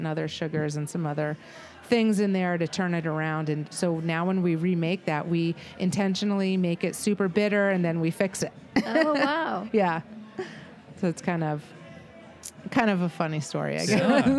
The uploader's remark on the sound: we’re releasing a double live podcast